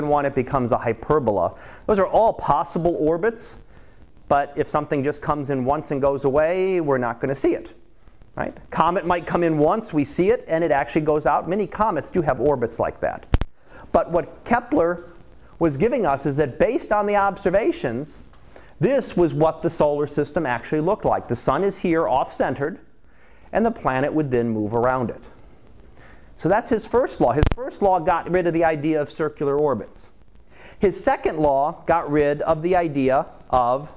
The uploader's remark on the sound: Live Class Lecture